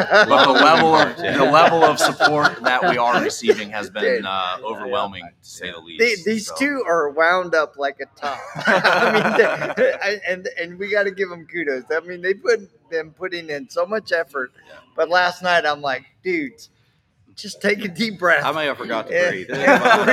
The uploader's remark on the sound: We are live from Indianapolis kicking of the IDA Global SV Event and Detailers of the Round Table Training.